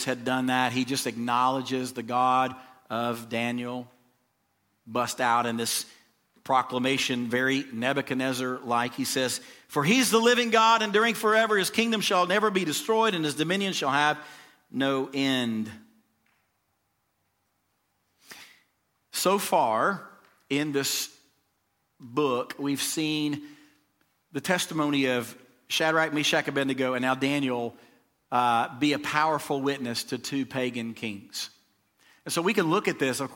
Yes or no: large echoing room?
yes